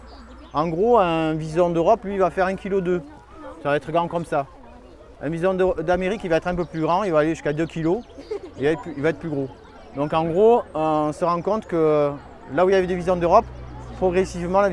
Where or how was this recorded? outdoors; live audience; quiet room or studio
outdoors